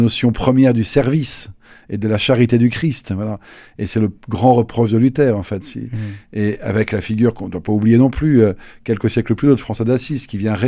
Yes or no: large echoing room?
no